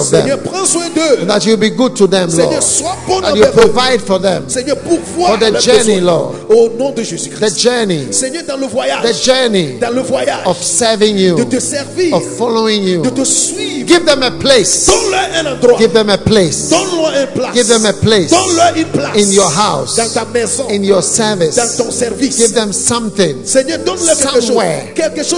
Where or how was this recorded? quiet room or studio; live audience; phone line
live audience